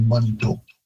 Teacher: it would be more like a short ah in Cree, so Manitou.